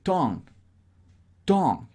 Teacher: Tongue. Como que el g de tongue. Apenas si suena muy leve.